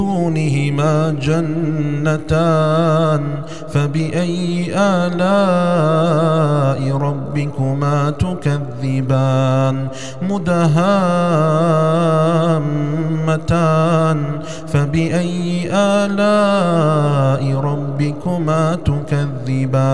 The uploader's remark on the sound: recorded at Green Lane Masjid, Birmingham, UK.